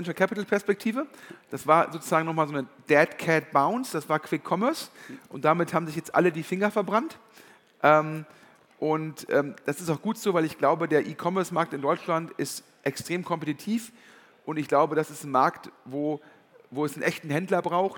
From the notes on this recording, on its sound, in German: Ein Live-Podcast vom Digitale Leute Summit 2022 in Köln.